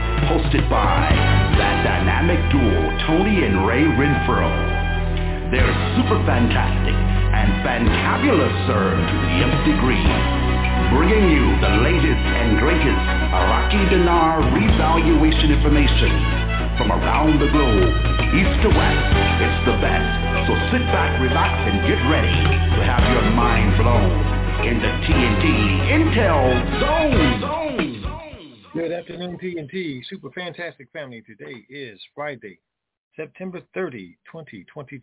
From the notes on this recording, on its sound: TNTSuperfantastic Conference Call